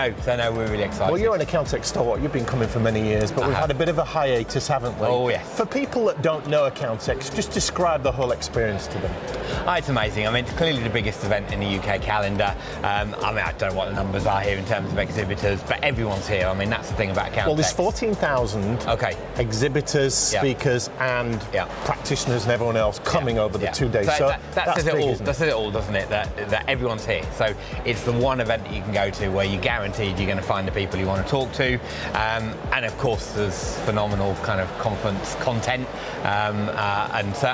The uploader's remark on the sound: Live from Europe's Biggest Event 'Accountex'. A series of live interviews from Accountex 2022 in London. AIBN were the official broadcast partners of the event. Enjoy the live buzz of the event!